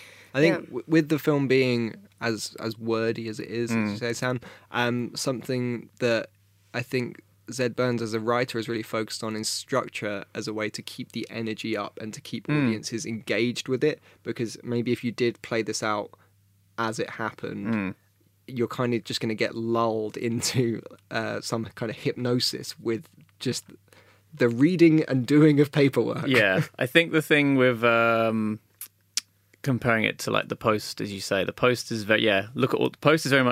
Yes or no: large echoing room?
no